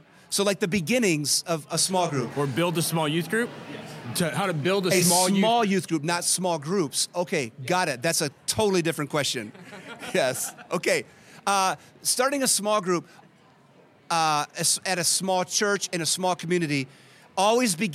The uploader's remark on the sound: Podcast Q & A With A Live Audience In Michigan. Here are many questions from a live audience in Michigan.